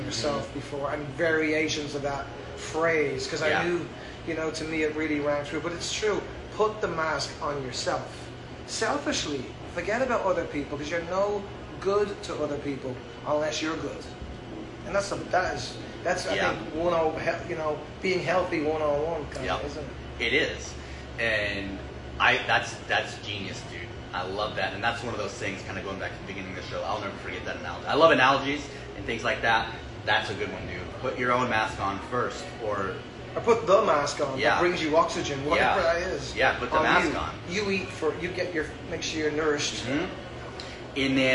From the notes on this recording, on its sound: Recorded live from The Church Entertainment Lounge in Fayetteville, North Carolina.